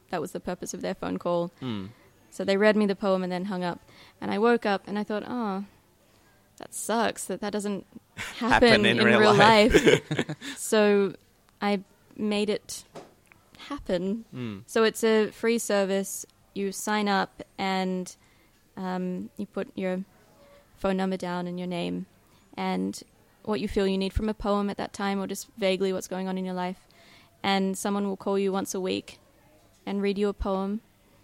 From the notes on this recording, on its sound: Recorded live at the Brunswick Street Bookstore.